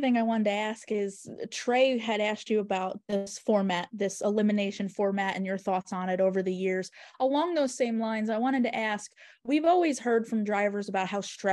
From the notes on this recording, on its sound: met with reporters via Zoom